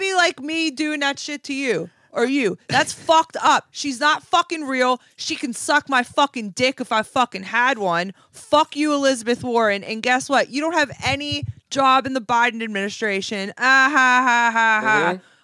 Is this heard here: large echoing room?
no